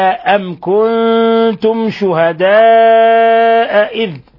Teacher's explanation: ميم ساكنة جاء بعد حرف الكاف، الحكم التجويدي إظهار شفوي، لأن الكاف من حروف الإظهار الشفوي.